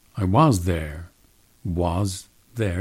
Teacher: If you said, I was there, you would use a schwa in the was. · Term: weak forms